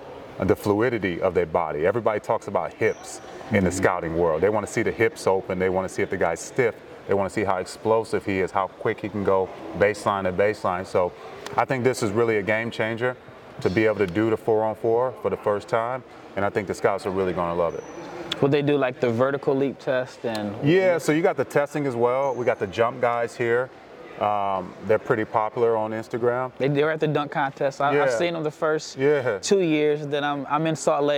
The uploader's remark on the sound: Live from the NTX Combine